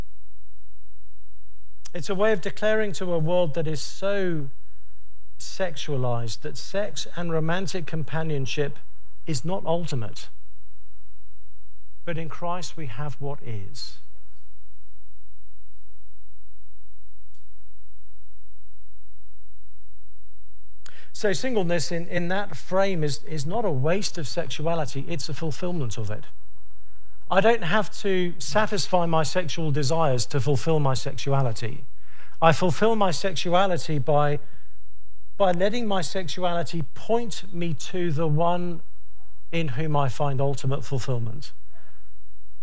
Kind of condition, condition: setting, large echoing room